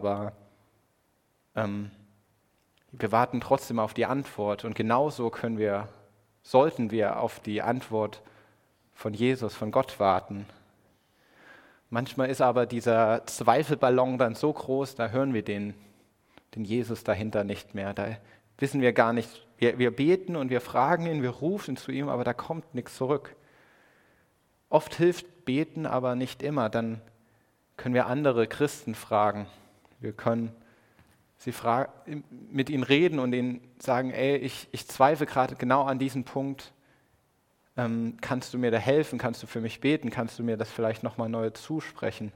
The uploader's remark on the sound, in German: Predigt im Rahmen des GreifBar+ Gottesdienstes